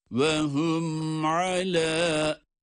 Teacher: gunne biter bitmez ayna geçiyoruz. Arada bir boşluk yok. · Term: izhar-ı şefevi